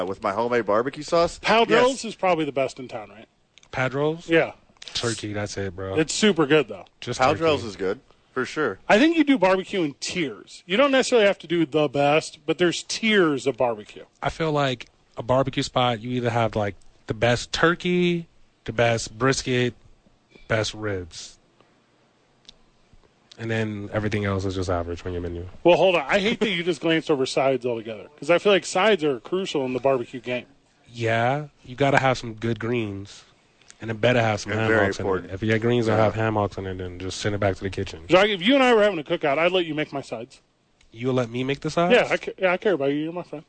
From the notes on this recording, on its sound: live from the YMCA